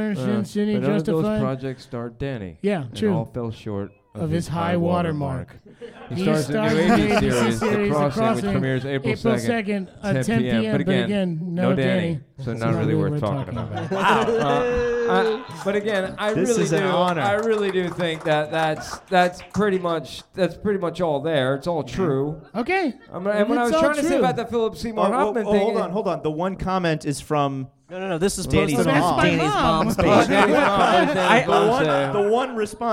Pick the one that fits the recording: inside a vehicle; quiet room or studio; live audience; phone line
live audience